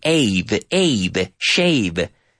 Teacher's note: So, first of all, you have to be able to pronounce this V sound. And you take basically an F and you activate the vocal cords.